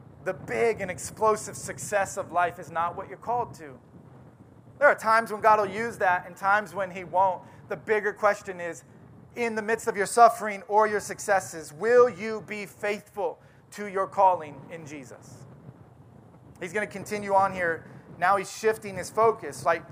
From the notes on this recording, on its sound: Audio sermon from our outdoor service